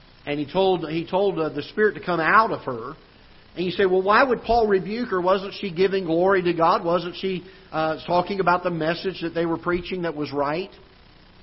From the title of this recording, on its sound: Ketha Heights Baptist Church ~ Live Broadcast